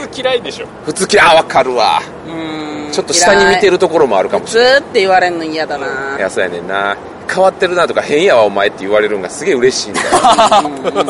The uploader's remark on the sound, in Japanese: 2019年ゲームマーケット春1日目終わりで収録したお台場橋の上回